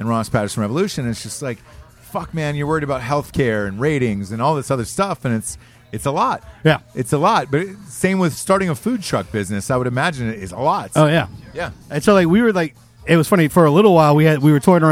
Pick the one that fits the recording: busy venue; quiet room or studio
busy venue